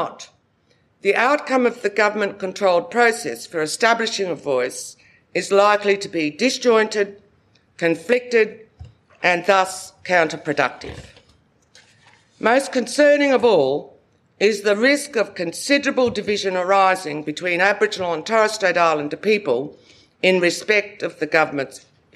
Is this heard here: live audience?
yes